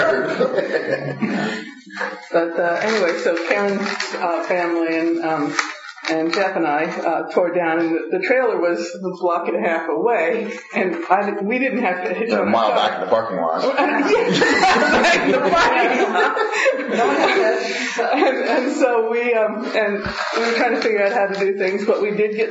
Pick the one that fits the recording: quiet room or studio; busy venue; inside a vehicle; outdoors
busy venue